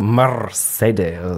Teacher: you're supposed to trill your R, so Mercedes.